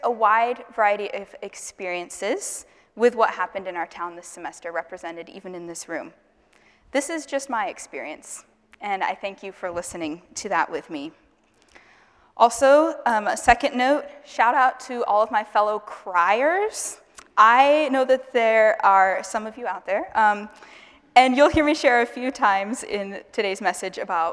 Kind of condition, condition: setting, large echoing room